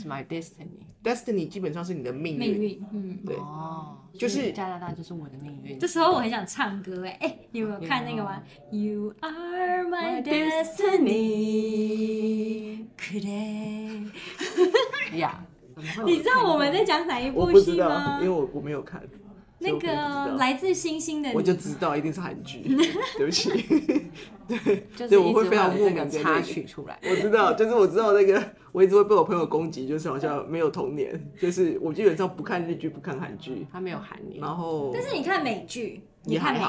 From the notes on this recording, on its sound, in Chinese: 由於沒有專業錄音室，只能在辦公室找一間隔牆有耳的會議室錄音，因此收聽過程會聽到遠處有窸窸窣窣的人聲，敬請大家見諒！